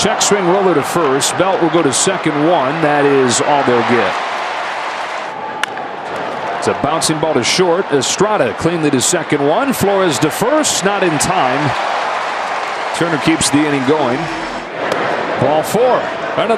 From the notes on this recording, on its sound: LIVE from #dodgerstadium